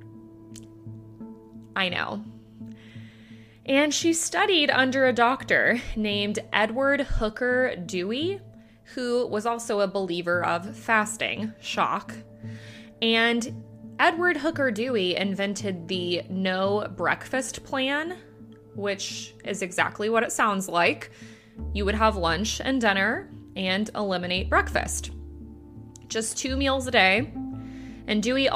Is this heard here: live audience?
no